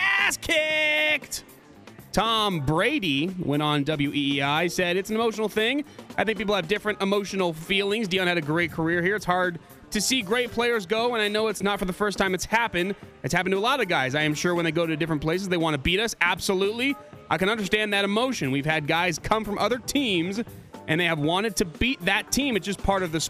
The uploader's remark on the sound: Live From Bad Daddy's